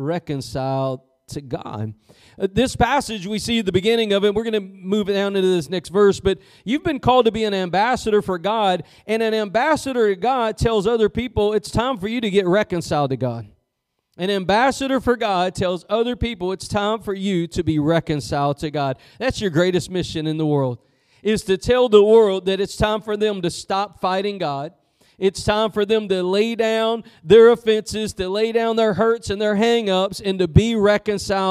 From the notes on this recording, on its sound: Preached at Gospel Lighthouse in Bossier City, La.